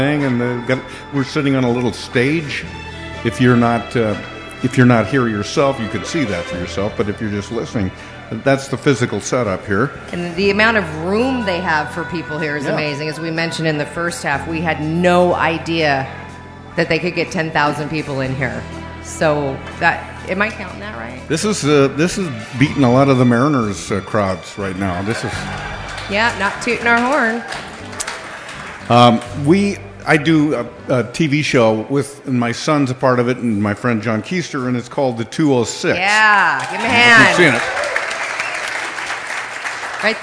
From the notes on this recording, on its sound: Part 2 of the live 100th Episode Taping Party